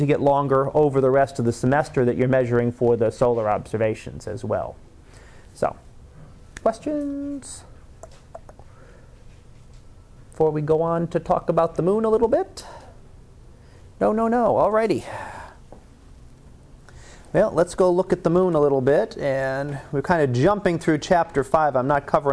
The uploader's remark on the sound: Live Class Lecture